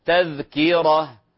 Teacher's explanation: والراء هنا مفخمة على رواية حفص